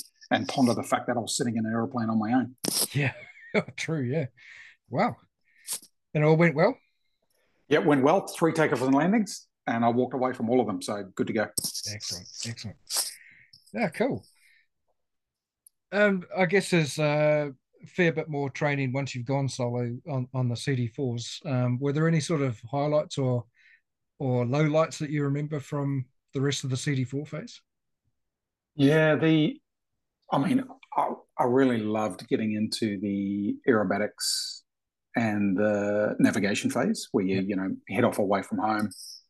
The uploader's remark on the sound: Zoom